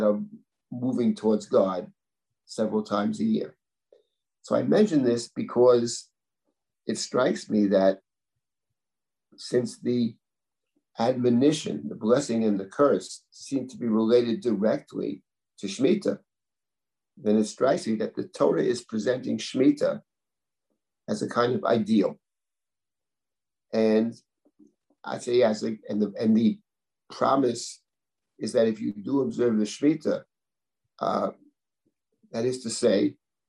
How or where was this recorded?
video call